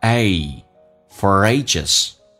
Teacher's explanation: A 这个发音要饱满一点，打开口腔，哎，再发诶，叫 A for ages.